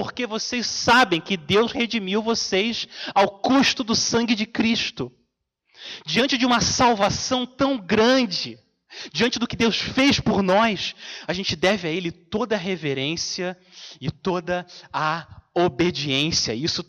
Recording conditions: large echoing room